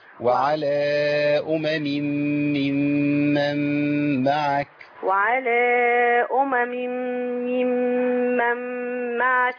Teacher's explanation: انا عندي هنا كلمتين دول فيهم ثلاث ميمات مشدده. الغنى كتير فيها.